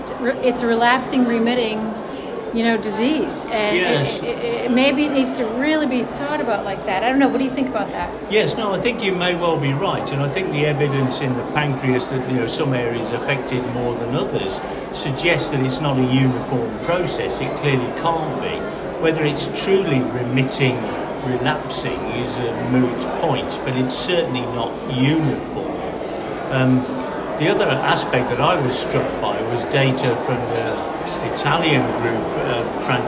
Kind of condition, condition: setting, busy venue